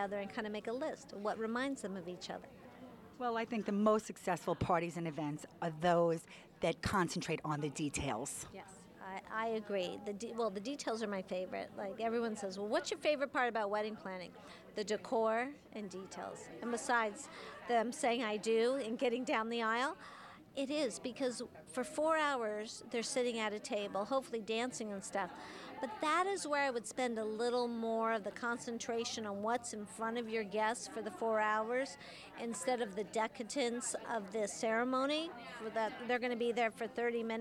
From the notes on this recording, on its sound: Live From David’s Bridal. LIVE at David’s Bridal in NYC.